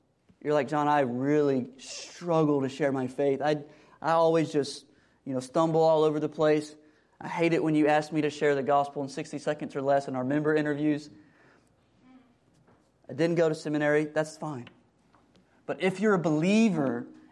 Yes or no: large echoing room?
yes